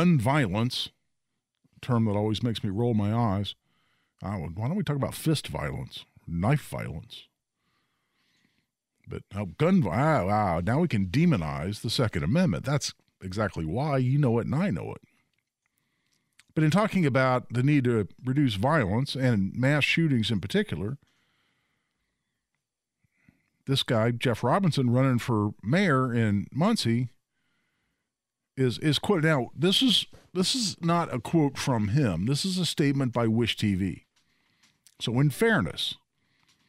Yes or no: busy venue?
no